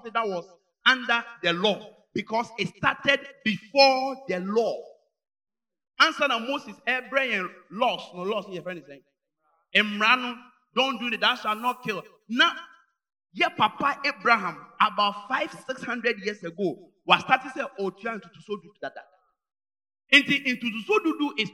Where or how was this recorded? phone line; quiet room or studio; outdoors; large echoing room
large echoing room